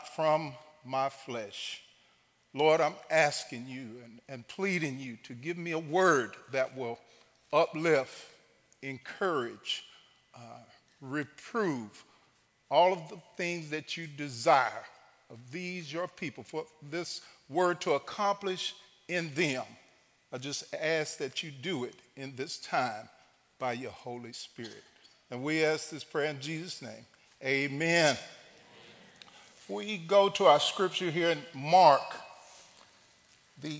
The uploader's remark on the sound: Recorded live at The Fellowship at Two Rivers on April 28, 2019.